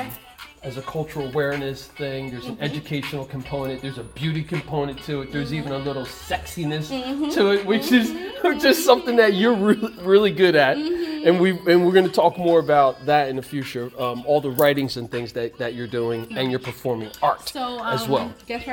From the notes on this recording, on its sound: Captured at HUB-13 13 West Front Street Trenton NJ